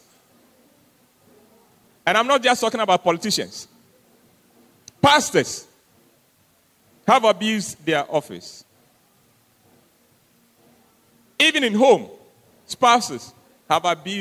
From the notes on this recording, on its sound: Sermon preached at CBC Adabraka Campus